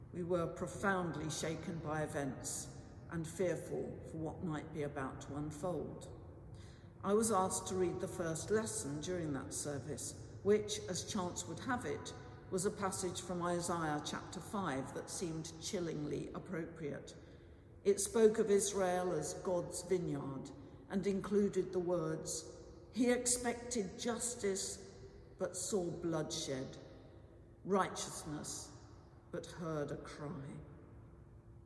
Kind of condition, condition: setting, large echoing room